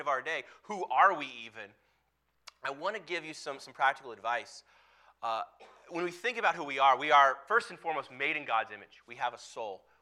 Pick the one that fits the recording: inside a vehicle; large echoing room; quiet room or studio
large echoing room